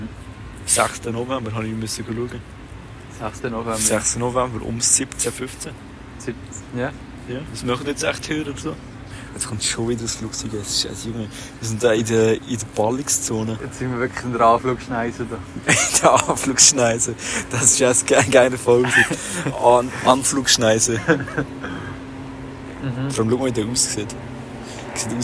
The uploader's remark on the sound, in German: Live aus der Anflugschneise